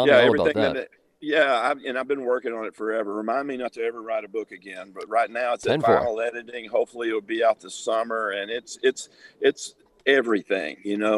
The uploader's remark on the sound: Radio Row in Tampa Bay. Live from Radio Row.